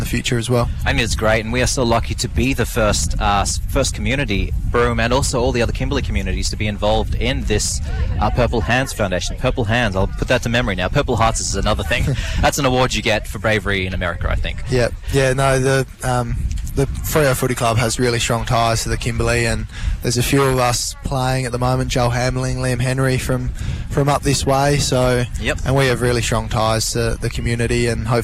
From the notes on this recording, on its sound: Broadcasts live from Cable Beach for the Kimberley 9's event , a joint initiative by the Purple Hands Foundation and WA Police.